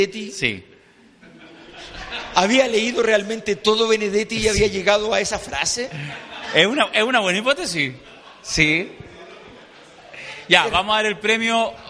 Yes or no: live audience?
yes